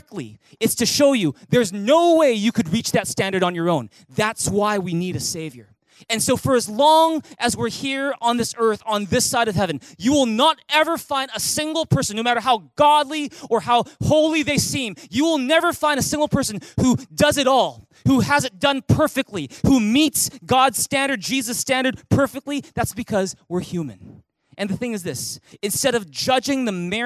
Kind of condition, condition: setting, large echoing room